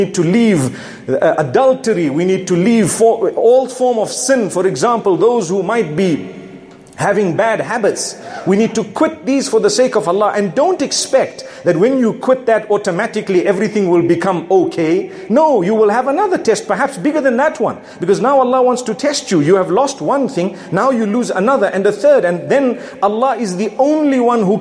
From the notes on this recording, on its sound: Jumu&#8217;ah Lecture from Masjid Al Falaah in Harare Zimbabwe